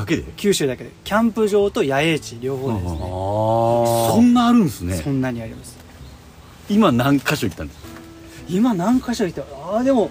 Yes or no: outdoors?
yes